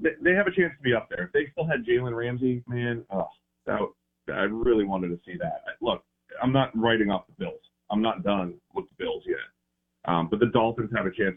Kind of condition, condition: link, phone line